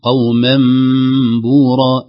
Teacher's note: آخر تنبيه قوما بورا، ننتبه أن الغنة هنا مرققة بعدما التنوين التنوين أصبحت ميم، أن نقول قوما بورا، الميم مرققة والميم الثانية، الميم الأصلية في قوما والميم المنقلبة عن النون أيضا مرققة، ثم بعدها أيضا حرف الباء مرقق، فنراعي يعني عدم ملء الفم بالهواء حتى لا يحدث التدخين في هذه الحروف، والله أعلم.